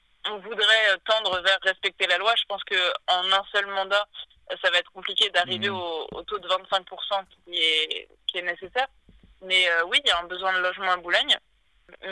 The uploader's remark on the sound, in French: entretien enregistré par téléphone